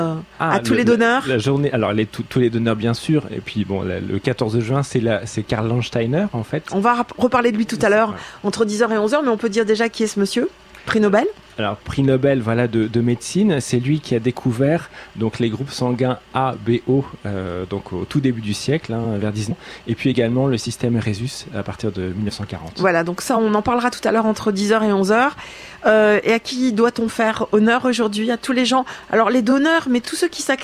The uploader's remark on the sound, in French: France Bleu Armorique - En direct de la Maison du Don pour une émission spéciale.